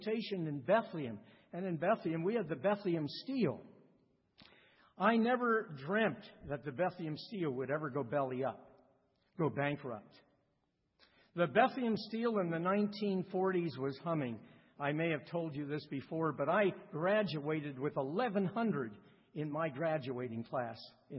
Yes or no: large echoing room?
yes